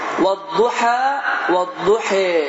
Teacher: İkinci fəthə, buna deyilər imələ. İmələ yəni ə deyil, e olur